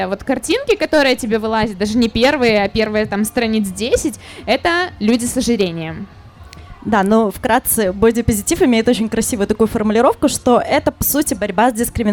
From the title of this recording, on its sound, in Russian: Открытая запись подкаста